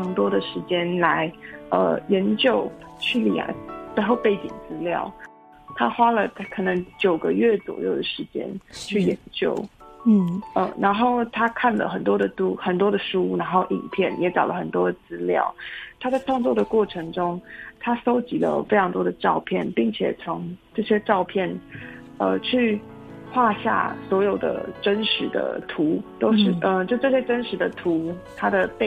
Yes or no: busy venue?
no